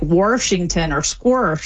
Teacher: the intrusive R, which is where you get an R sort of just stuck in the middle of places that never had one by people that typically don't drop their R elsewhere, and that's when you say like Washington or Squirsh.